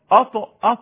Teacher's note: صحيح نفس المخرج من طرف اللسان قريب للظهر مع الاصول السنتين هكذا، حرف الطاء في هزه في الاوتار الصوتيه، في حبس صوت، في حبس نفس، هذا حرف الطاء.